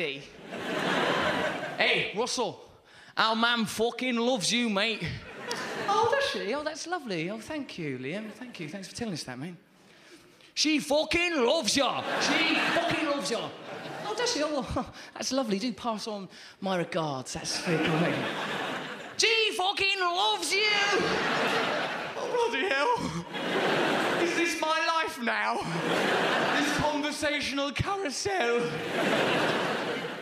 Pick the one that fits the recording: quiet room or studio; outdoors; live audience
live audience